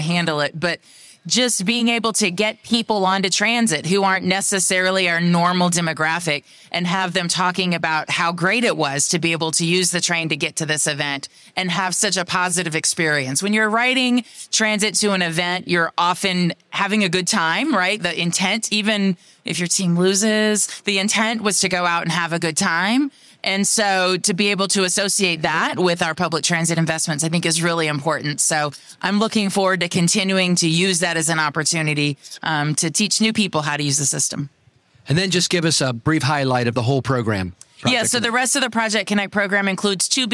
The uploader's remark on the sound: This week, we give you Part 2 of our special CEO roundtable recorded live at APTA TRANSform Conference and EXPO.